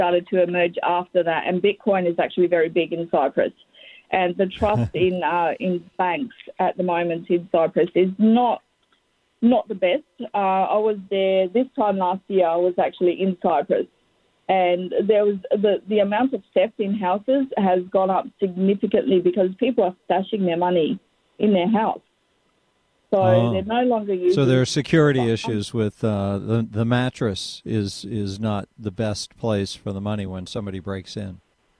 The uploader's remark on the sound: After Rants, we take some phone calls. Our objectivist friend from Australia.